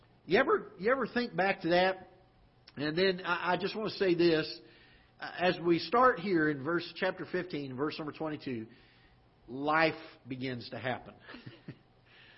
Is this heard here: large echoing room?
yes